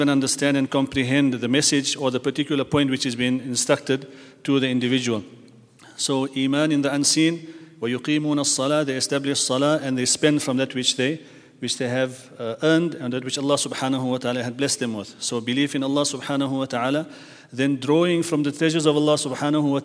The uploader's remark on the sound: at the Houghton Masjid (West Street)